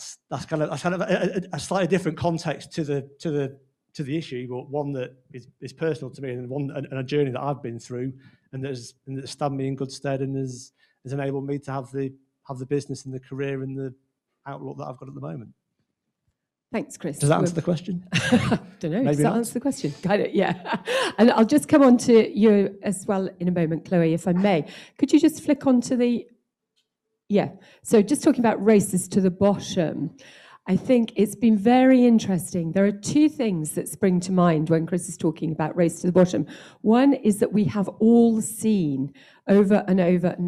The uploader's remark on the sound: This episode is a recording of the highlights of the Panel Discussion that took place at the Home Staging Forum 2021.